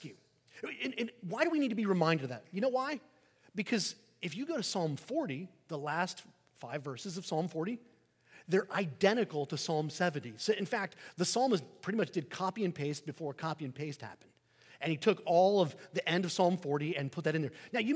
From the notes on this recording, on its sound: Sermon preached on Remembrance Sunday, 12 November 2023 at St Peter the Fisherman